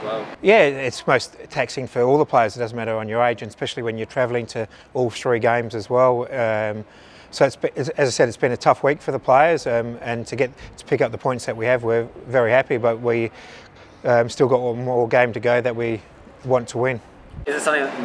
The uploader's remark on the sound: Pre-Match Press Conference | Macarthur FC v Adelaide United.